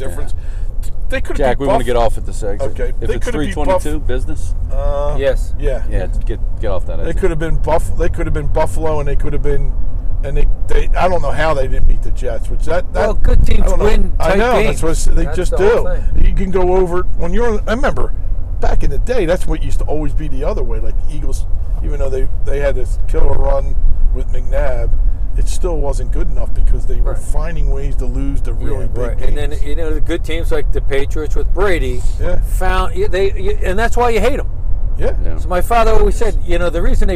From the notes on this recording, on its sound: We are in the car driving up to Penn State for the big showdown vs Michigan.